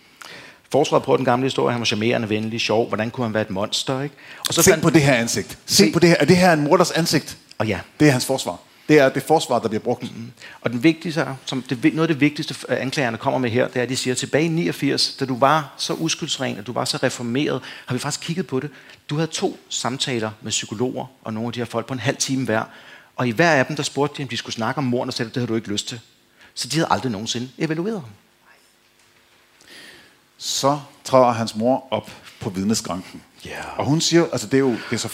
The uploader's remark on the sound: Live fra Krimimessen21